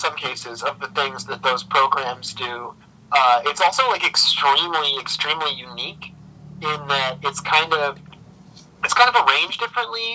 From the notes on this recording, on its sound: A sweltering May day in Michigan gets even hotter. Via phone in Grand Rapids, Michigan and Holland, Michigan.